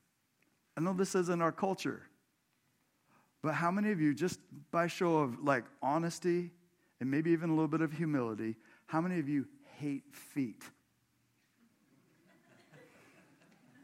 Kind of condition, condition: setting, large echoing room